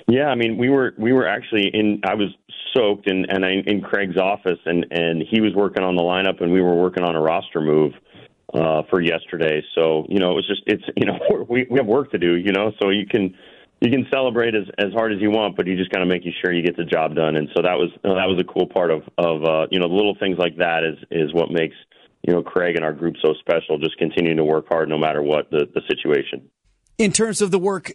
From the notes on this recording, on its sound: Champagne soaked phone. His phone was screwed up because of all of the champagne from the division clinching celebration!